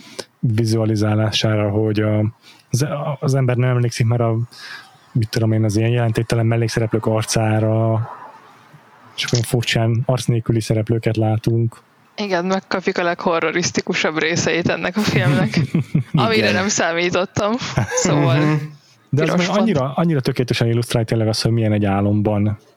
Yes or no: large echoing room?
no